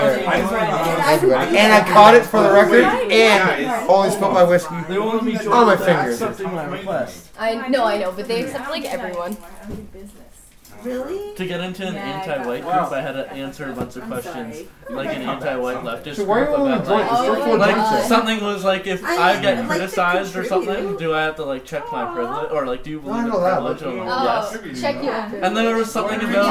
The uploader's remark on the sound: we had a going away party and recorded a 2 part episode of it